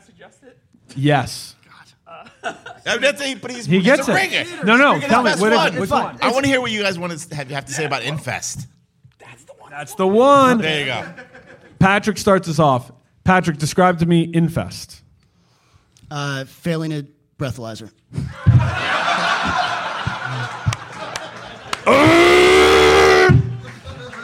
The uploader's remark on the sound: Our live studio audience taping of A2G from Brain Dead Studios, as part of Sound & Fury 2022.